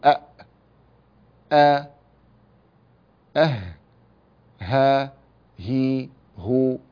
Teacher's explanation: فالهمزة والهاء تخرجان من أقصى الحلق، نقول أ أ أه ها هي هو، هذا كله أقصى الحلق.